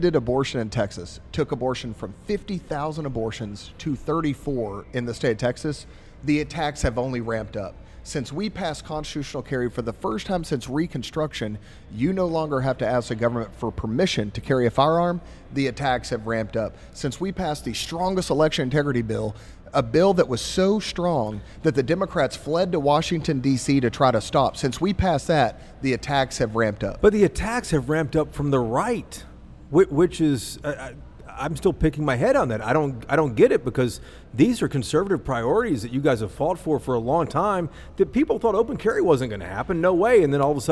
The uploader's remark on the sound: This episode was recorded at Community Beer Co. In Dallas.